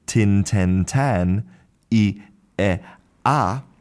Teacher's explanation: as we go tin, ten, tan, I, e, a, your mouth opens more. So when we say tin, I, e, then basically your mouth is almost closed.